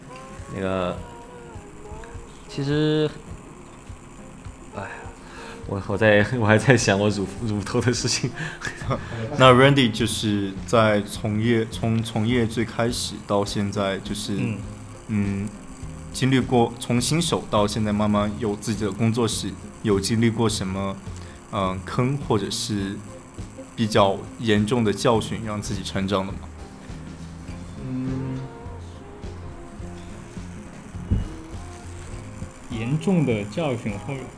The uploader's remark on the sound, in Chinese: 这是一期边纹身边录制的节目